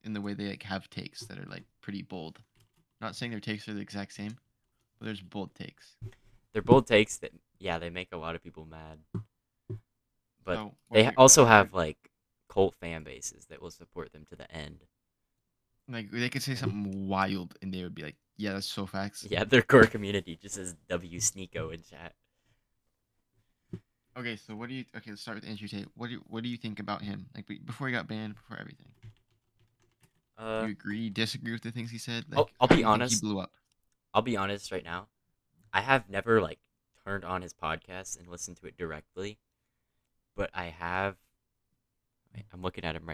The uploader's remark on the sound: Our mics aren't mixed properly, thats on me.